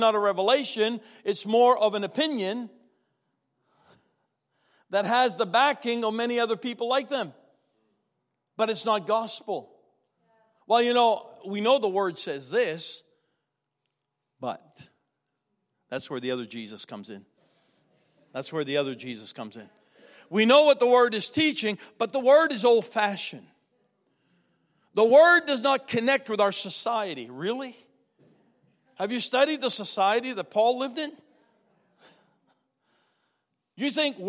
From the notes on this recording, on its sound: was recorded on Sunday, October 27, 2019, during service at The Anchor Church in Rockport, Maine.